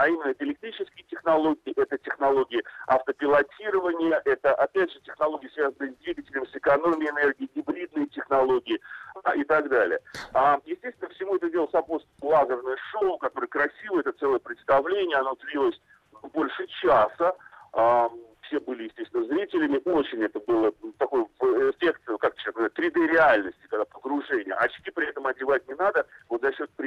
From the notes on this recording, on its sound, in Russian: Из Барселоны по телефону.